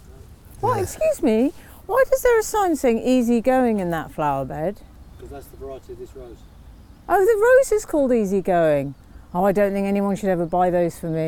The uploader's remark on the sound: a stroll around Regent's Park in North London